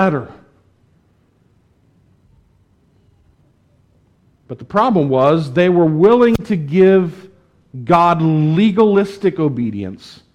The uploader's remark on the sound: was preached at the Tarrant Bible Methodist Church